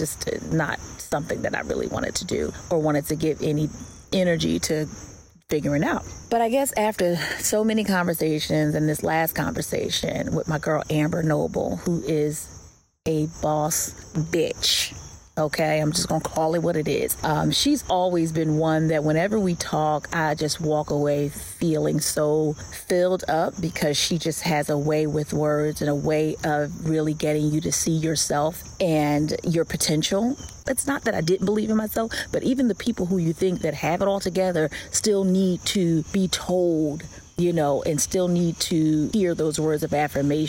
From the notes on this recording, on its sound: Here I am...getting started, spontaneously, while sitting in my mother's backyard, after my morning devotional, with birds chirping, and only the voice memo on my phone to record.